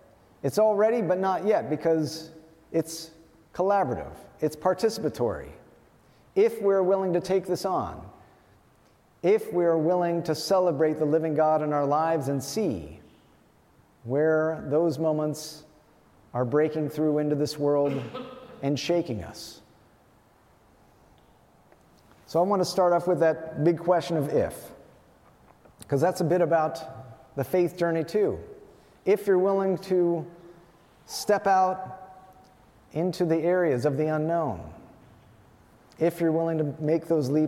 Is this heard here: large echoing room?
yes